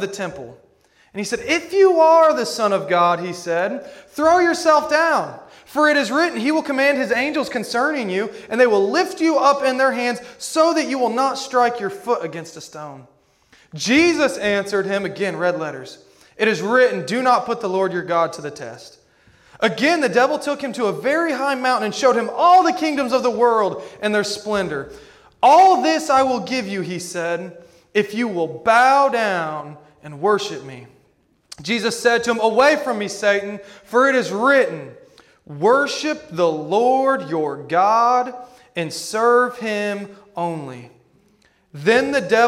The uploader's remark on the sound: This sermon was preached at Rockville Church of the Nazarene on February 27, 2022.